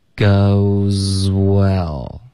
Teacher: z 和 w 要连着发，气流要一致